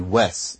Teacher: if you have West in Standard English, that will often be Wes in Black English